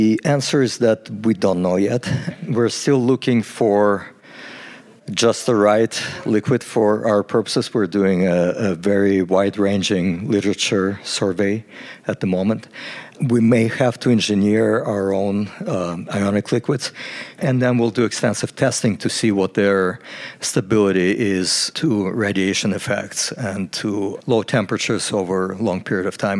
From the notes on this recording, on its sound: on a trip to the 2023 NASA Innovative Advanced Concepts (NIAC) Symposium in Houston, Texas.